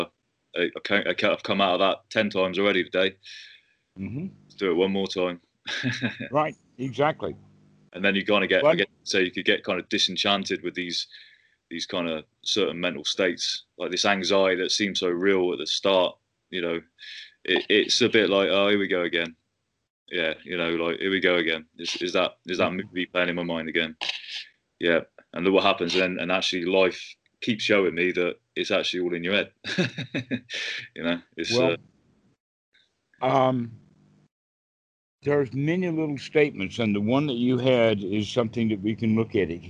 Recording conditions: video call